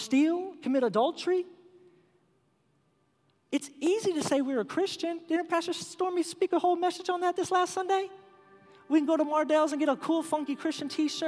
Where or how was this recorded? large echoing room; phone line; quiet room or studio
large echoing room